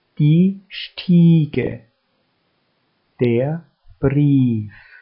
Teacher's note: Bei Wörtern mit einem IE spricht man das I gedehnt aus und nicht das E. Es ist stumm.